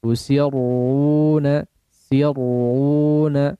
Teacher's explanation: Disini juga perhatikan huruf ra ditebalkan.